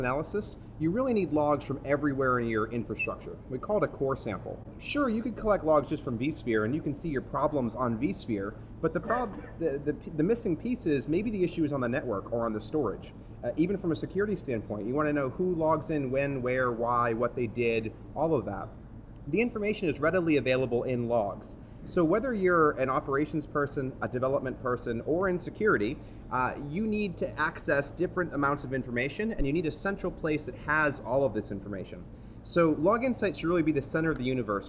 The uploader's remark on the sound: Recorded on 12 October 2015 at VMworld Europe